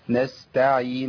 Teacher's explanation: السين همشي فيها الصوت فترة زمنية أطول من إيه من التوسط